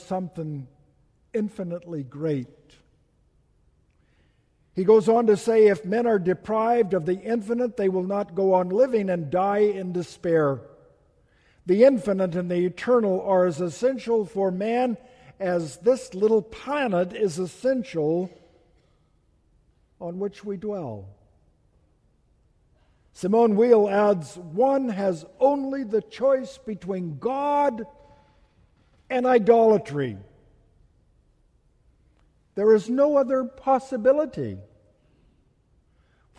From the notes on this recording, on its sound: Message delivered during the Tradional Worship service.